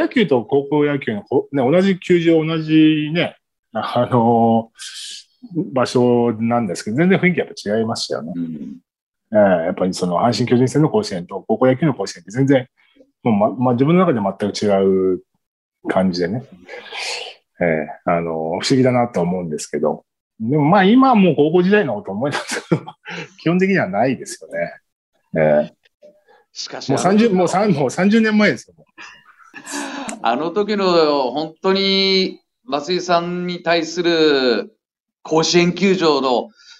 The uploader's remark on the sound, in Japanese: ニューヨークと結び、リモート収録で行われ